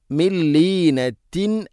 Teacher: സാക്കിന നൂന് ശേഷം ലാം. ഇദ്ഗാം ബിലാ ഗുന്ന, മണിക്കാതെ കൂട്ടി ലയിപ്പിക്കണം.